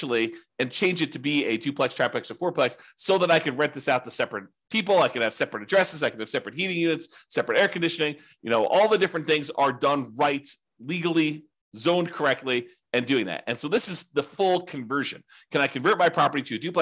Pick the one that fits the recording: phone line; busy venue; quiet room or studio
quiet room or studio